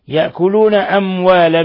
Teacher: ميم ساكنة جاء بعدها الواو إظهار شفوي، إظهار شفوي بل هو من أشد حالات الإظهار الشفوي.